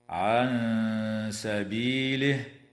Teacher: وتخفى عند السين مع الغنة مرققة في قوله تعالى: عن سبيله.